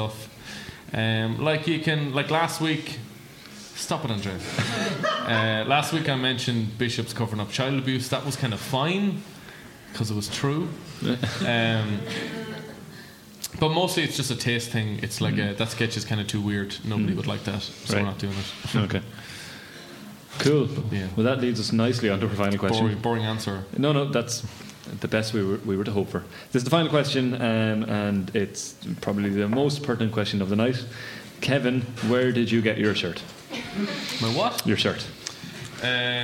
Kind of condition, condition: setting, live audience